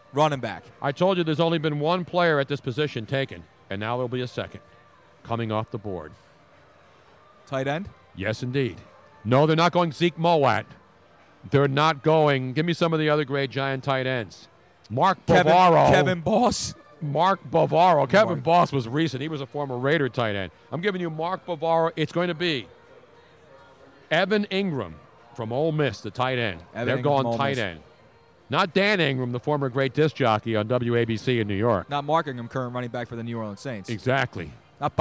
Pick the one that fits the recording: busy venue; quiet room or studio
busy venue